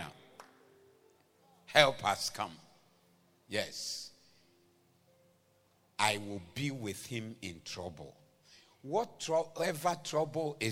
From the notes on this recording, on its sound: Preached at the Doxa Service 03092023